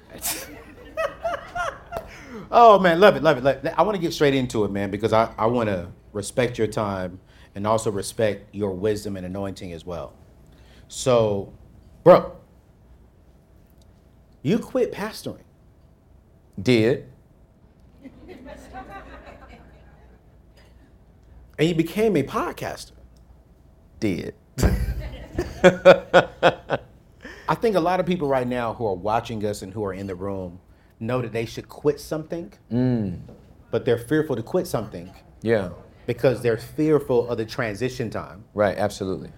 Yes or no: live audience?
yes